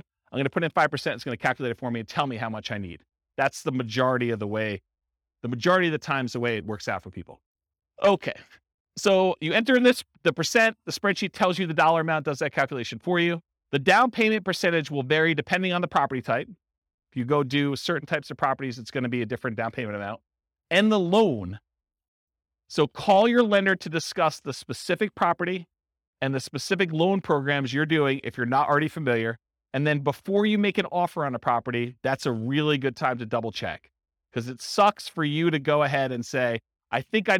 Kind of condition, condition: setting, live audience